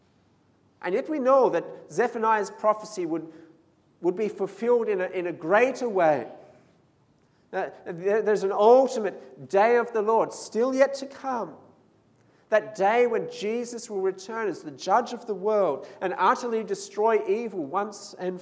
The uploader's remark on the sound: This sermon was preached at St Mary's Cathedral on 15th December 2019.